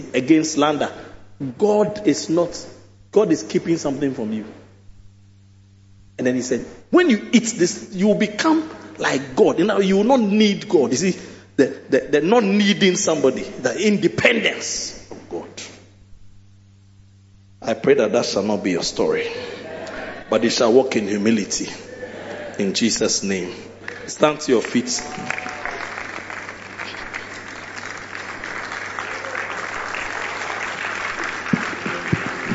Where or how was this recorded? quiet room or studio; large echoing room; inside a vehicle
large echoing room